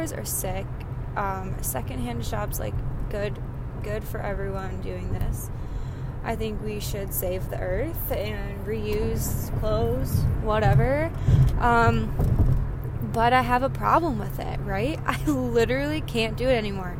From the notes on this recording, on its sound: sorry for the background noise - I was driving